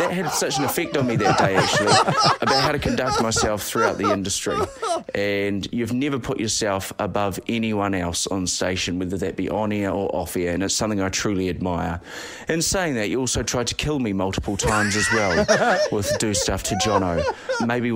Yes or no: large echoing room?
no